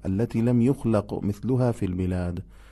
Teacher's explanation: بعضن به خاطر قلقله قاف ممکنه حالت ذمه بگیره، بشه لم يخلقو، اینطوری نباید بشه التي لم يخلق مثلها في البلاد.